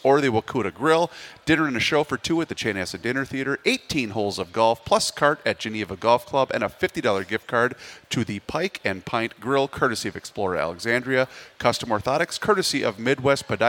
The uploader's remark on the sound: live at the 2024 MN Golf Show